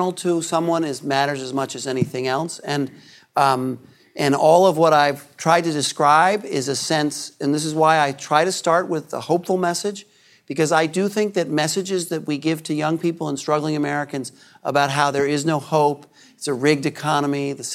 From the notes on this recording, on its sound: This presentation was delivered as part of the 2019 Acton Lecture Series.